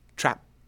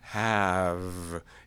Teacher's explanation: if I'm heading towards an unvoiced plosive, trap, I have to be more ballistic and come to a quick close. Whereas if I'm heading towards a fricative, especially a voiced fricative, have, it's easier to make that vowel longer. · Term: pre-fricative lengthening